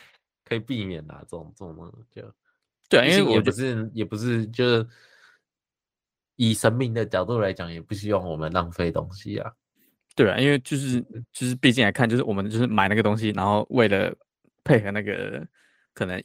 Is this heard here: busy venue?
no